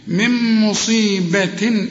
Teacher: النون بتدغم في الميم